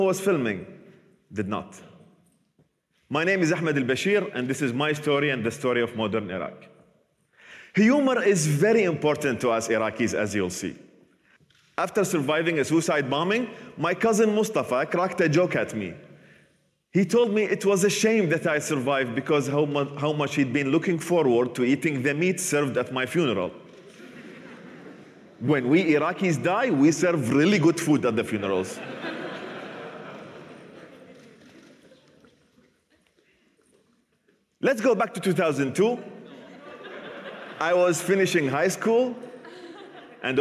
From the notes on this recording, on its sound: recorded at the 2021 Oslo Freedom Forum